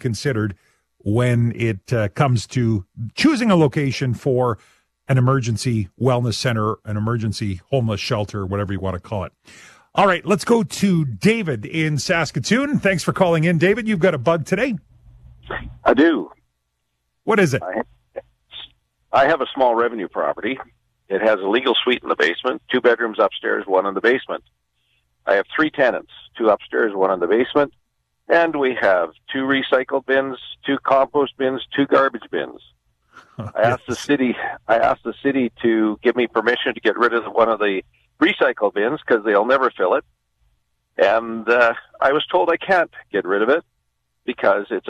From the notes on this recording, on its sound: Every Friday we open the phone lines